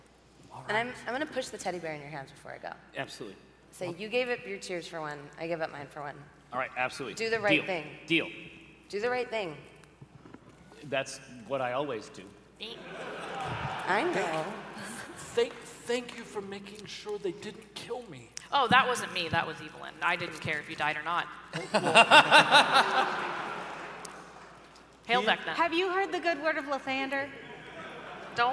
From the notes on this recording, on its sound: live at PAX Unplugged 2023